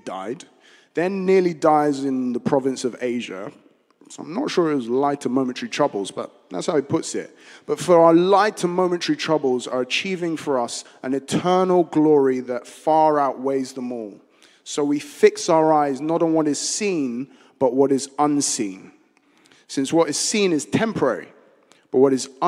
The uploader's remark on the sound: Streamed live at St Paul's Shadwell